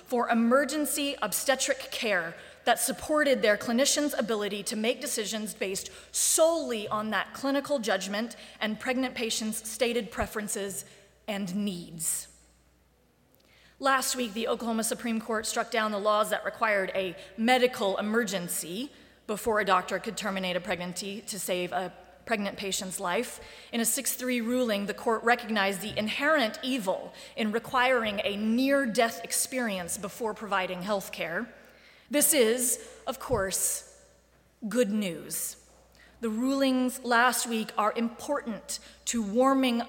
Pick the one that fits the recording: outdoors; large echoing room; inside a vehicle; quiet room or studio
large echoing room